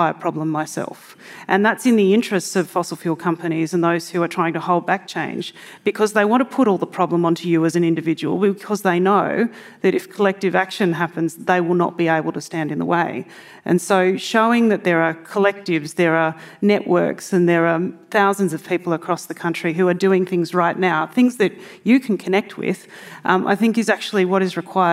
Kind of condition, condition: setting, live audience